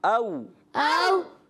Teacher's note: حمزہ کو جو ادا کریں گے وہ تحقیق سے ادا کریں گے اور واو لین کو نرمی سے پڑھیں گے واو میں ہونٹوں کو گول بھی کریں گے